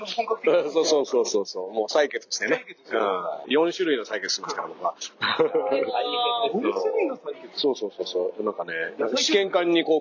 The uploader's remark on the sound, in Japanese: 砂場がファミレスだったため、音声が聴こえづらい！